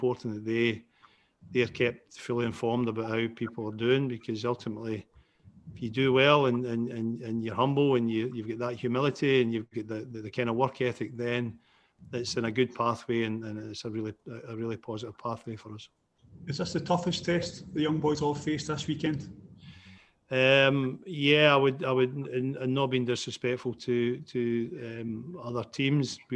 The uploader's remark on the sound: The Press Gang is a podcast that presents the audio from Celtic press conferences that The Cynic attend. Today we present to you the fully unedited version of the Press Conference.